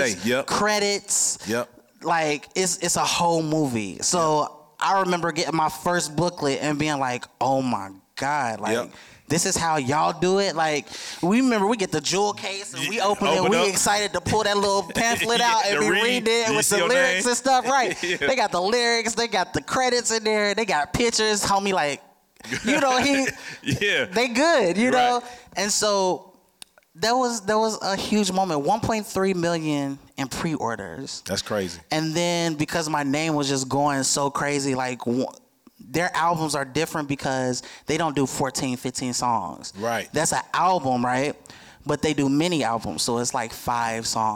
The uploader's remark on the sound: Amplifier is filmed and recorded in front of a live audience at the Radio Milwaukee studios in Milwaukee, Wisconsin.